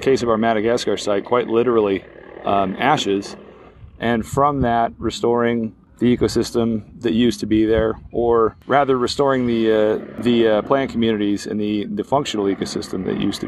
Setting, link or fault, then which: setting, outdoors